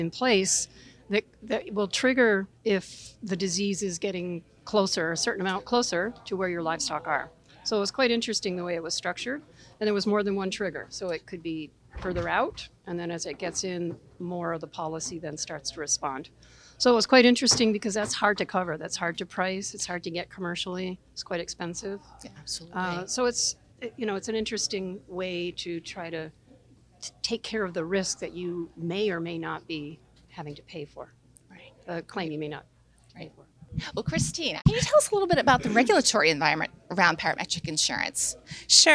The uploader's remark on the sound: Panelists spoke with AM Best TV at the annual Vermont Captive Insurance Association conference in Burlington.